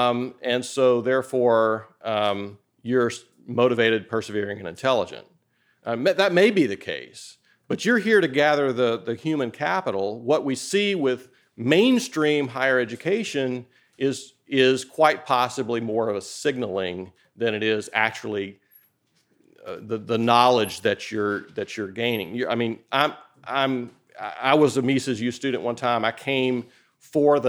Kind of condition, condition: setting, large echoing room